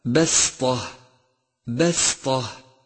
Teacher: سادسا، انتبه إلى تتالي الترقيق والتفخيم في كلمة بسطة بسطة، فالباء والسين مرققان والطاء مفخمة، فالفظها هكذا بسطة بسطة، وإياك أن تفخم السين فتنقلب إلى صاد